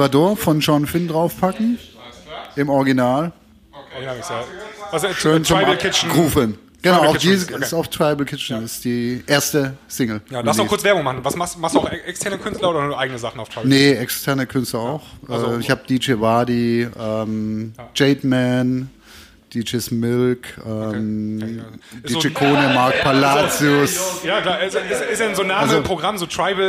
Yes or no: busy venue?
yes